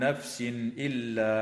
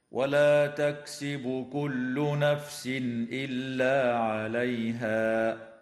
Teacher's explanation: التنوين في قوله تعالى: نفس إلا، حكمه الإظهار الحلقي